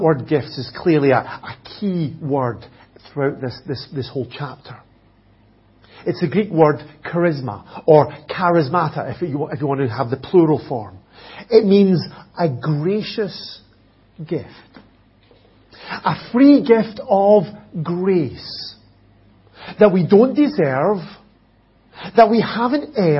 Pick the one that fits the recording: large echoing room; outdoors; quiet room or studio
large echoing room